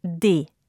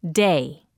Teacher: keep the vowel very short so that it does not lengthen to a, as in the English word day